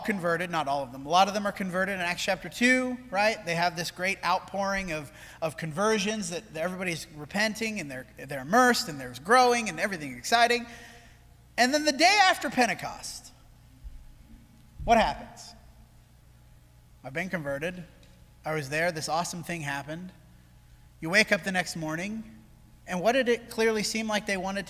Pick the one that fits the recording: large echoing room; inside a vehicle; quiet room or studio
large echoing room